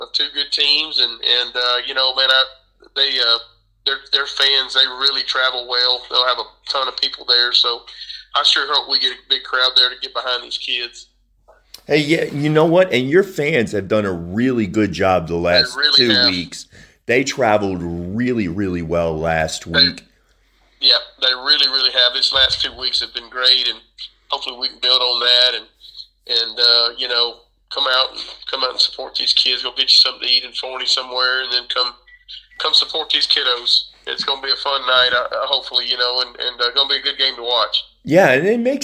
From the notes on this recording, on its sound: This interview was recorded via phone